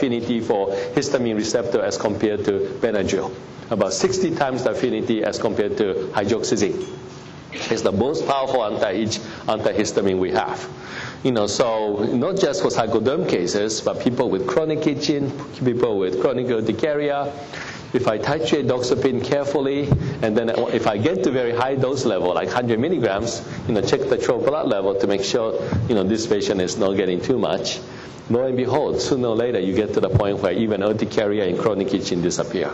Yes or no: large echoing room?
yes